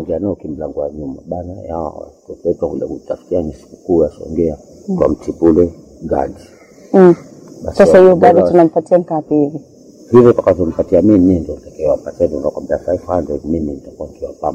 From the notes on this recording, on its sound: This episode was recorded under challenging circumstances, our team has put efforts to ensure the audio is audible, earphones are advised.